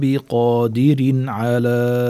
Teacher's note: تنوين بعد العين إظهار لأن العين من أحرف الحلق